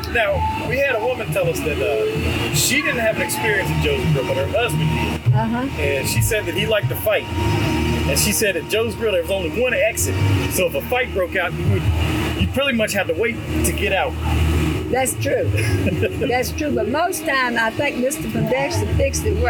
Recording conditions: outdoors